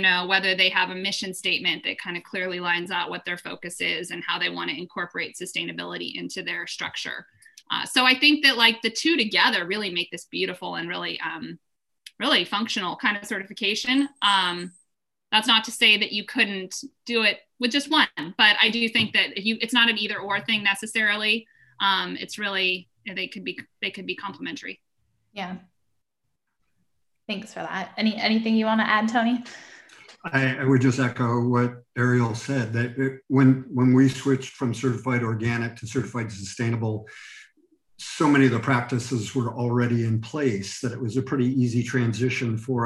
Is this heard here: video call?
yes